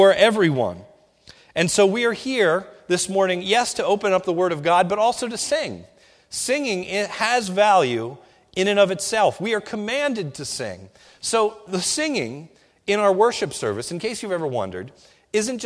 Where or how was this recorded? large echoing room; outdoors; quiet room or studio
large echoing room